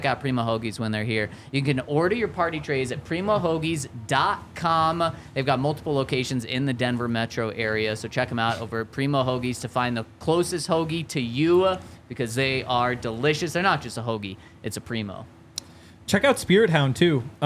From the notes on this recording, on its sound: coming to you LIVE from the DNVR Bar